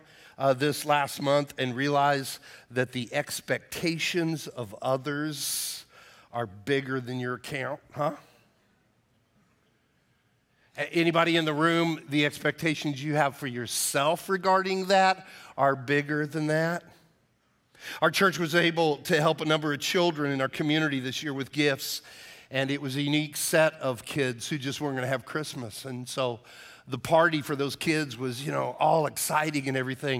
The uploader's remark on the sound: Message delivered on 12/24/22 for our Christmas Eve Service